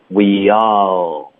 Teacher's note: 去，why，不要发 why，OK，、okay.后面 don't 也是一样的，它是一个双元音，要爆开，要撅嘴，don't，多快，都还是需要有这些基础的动作，结尾 n 的音，舌尖要顶上颚，OK，不能发动。Don't 不一样。Why don'twe？后面呢？All 跟 we 之间呢？我们不会停顿呢、啊，我们要连读。所以 we，你的一的音，接下来就直接张嘴，降舌，进入一个啊的音，那就会导致一个很轻的耶的音。We are 有一个耶的音会出现，不要刻意的发，给、okay,别 we 耶幺这样，这个耶。不要刻意，你只要连读就 OK 了。就是说不要咬得太重，不要刻意把那个野音发出来。对对对，那这个 all 结尾 L 的音呢，我们的舌尖会顶着上颚发这个 L，不要动嘴唇发呜的音。We allOK，你应该发 all 的过程中呢，从头到尾都是能看到牙齿的。如果你看不到牙齿，那就是你嘴唇开始撅起来了，别撅嘴。